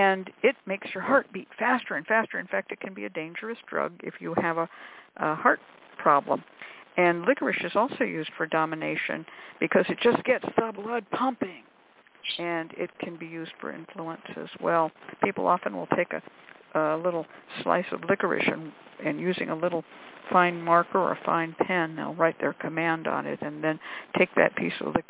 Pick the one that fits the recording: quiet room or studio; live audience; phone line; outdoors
phone line